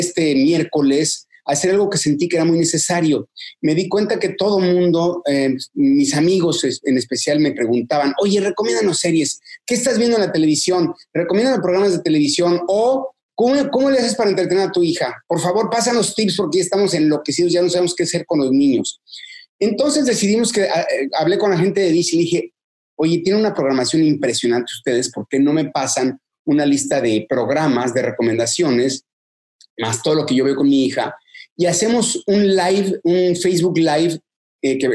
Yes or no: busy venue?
no